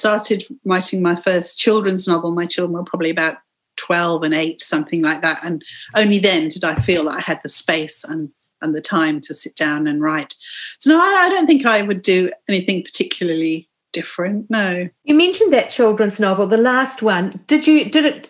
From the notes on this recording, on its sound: This is a real novelty because you're in Auckland, in the same city as me. We are both back in a very short lockdown. We're stuck at home in a Zoom chat.